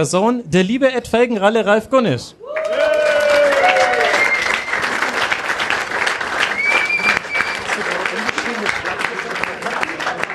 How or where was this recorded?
live audience